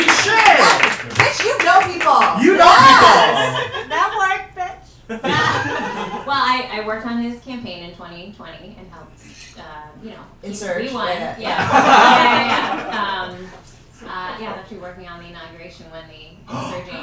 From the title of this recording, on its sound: Ajumma Live DC 2022